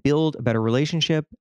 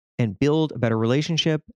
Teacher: occasionally when I make a sh sound, I create a little whistle